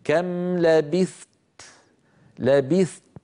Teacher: لاحظوا لما وقفت على كم لبثت، قال كم لبثت، هذه الكلمة بحاجة إلى تأني، لأنني عندما وقفت عليها سكنت التاء وقبلها ثاء ساكنة، فاجتمع في النطق حرفان ثاء ساكنة وتاء. الثاء لابد من بيانها بإعطائها حقها من الهمس والزمن اللي هو الرخاوة يعني، ثم أنتقل إلى تاء شديدة مهموسة، آتي بشدتها أولا ثم أتبع ذلك بالهمس، هكذا كم لبثت لبثت، فأحبس صوتها قليلا ثم أطلق النفس كم لبثت، فانتبهوا إلى ذلك.